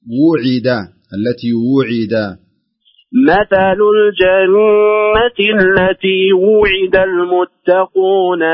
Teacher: ضم الواو كويس واكسر العين جيد